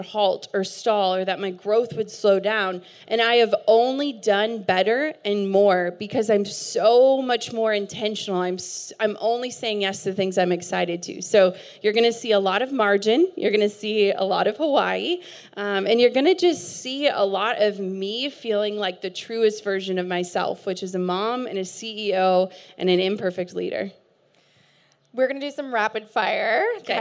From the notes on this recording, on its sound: hosted a fireside chat at our Aerie REALtreat event